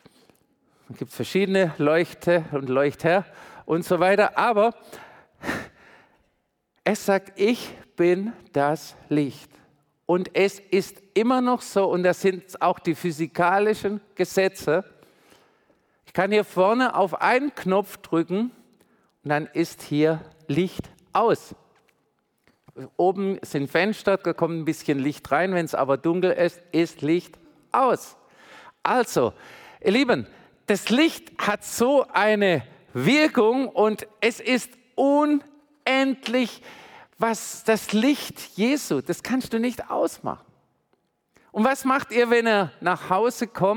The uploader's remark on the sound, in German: Predigt im Missionswerk Karlsruhe.